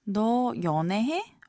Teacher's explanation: 해, with the raised intonation, is the casual question form of the verb 하다